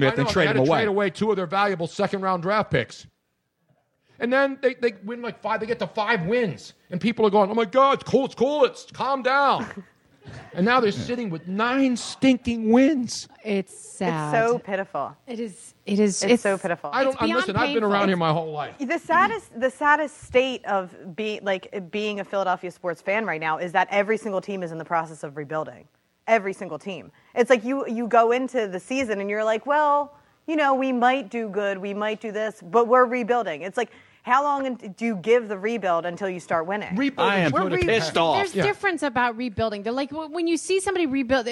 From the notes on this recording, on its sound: Dazzled the live audience at Comedy Sports Theatre. A live call in from the owner of Nicks Place in Houston, Texas.